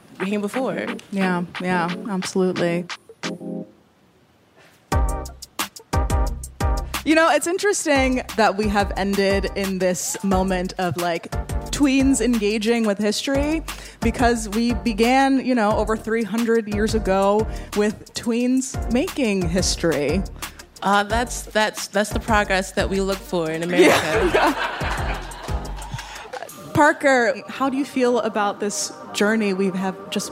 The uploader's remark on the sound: In our very first LIVE show